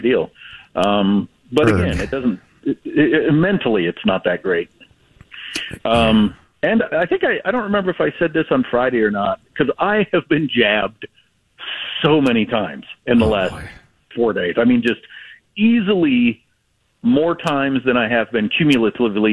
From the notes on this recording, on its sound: Calls-in with a live report from his hospital bed for an update on his emergency gall bladder surgery.